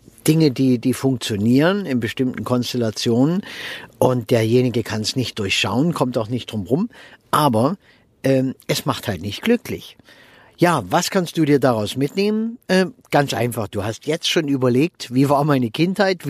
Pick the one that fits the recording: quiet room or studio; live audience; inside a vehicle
inside a vehicle